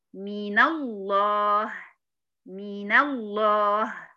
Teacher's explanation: الساكن الأول هنا هنحركه بالفتح حتى أتفادى أو أمنع التقاء الساكنين